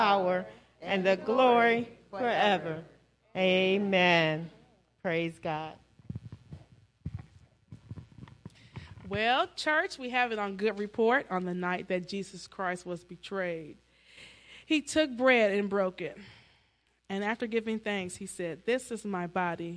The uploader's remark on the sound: Celebration Of Praise And Worship Service